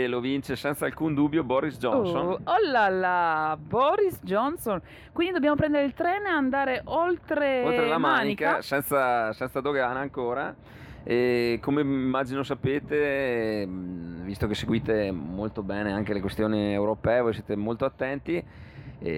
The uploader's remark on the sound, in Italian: Io, te e l'ÖBB è Il primo podcast di attualità registrato in treno, sul convoglio mattutino fra Trento e Innsbruck. In una cabina del treno dell'Euregio, frequentato ogni mattina da molti pendolari.